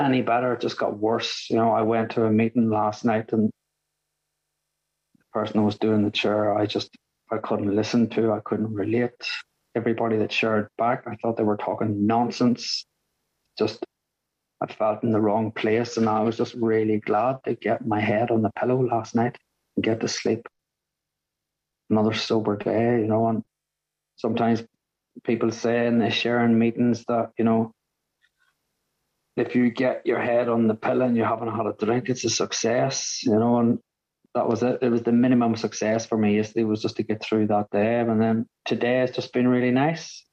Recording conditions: video call